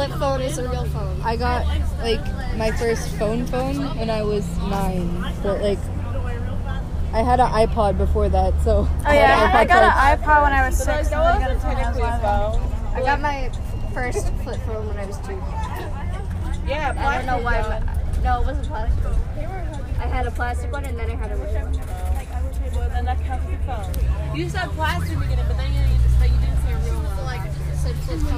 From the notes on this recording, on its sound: Recorded on a bus